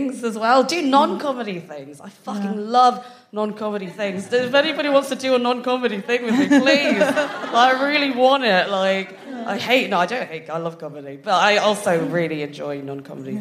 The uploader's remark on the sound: FOC IT UP Comedy Club. Recorded 7 August 2022 at 21Soho in London.